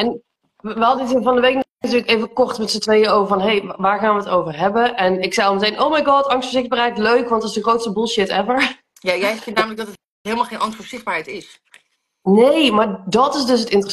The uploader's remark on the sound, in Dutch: Deze aflevering komt uit een Instgram live